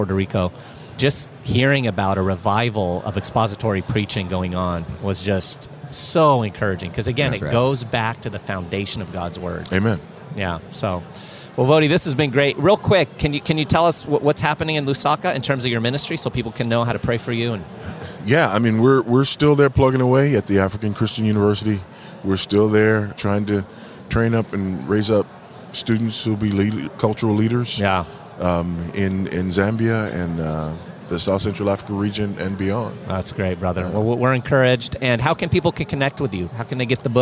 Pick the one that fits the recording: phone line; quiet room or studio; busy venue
busy venue